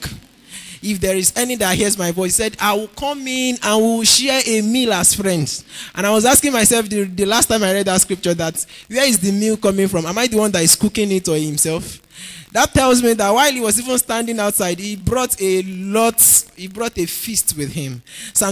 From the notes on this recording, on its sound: Preached at NCCF Gombe State.